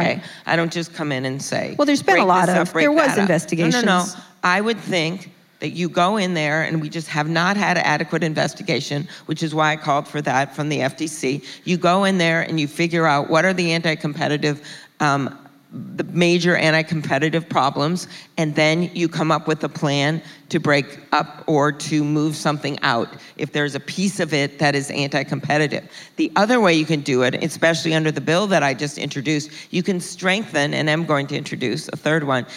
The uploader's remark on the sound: In front of a live audience at South by Southwest.